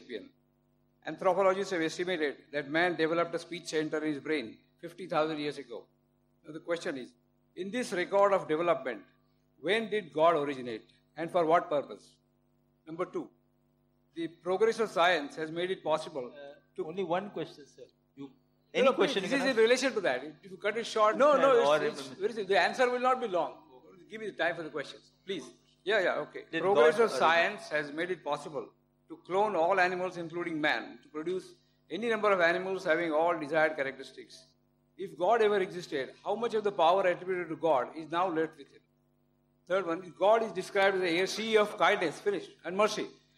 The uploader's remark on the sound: video lecture (with Q&A Session)